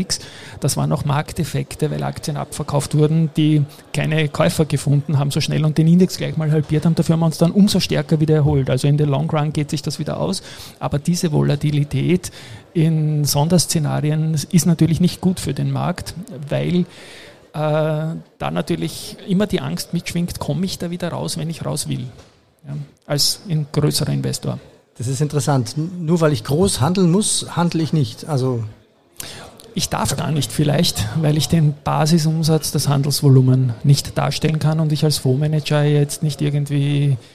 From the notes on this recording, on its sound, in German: Die Sonderfolge S4/42 wurde auf dem super besuchten Börsentag Wien aufgenommen. Das war stegreif , wie immer bei mir (bei ihm nicht) one take und nullkommanull vorbesprochen.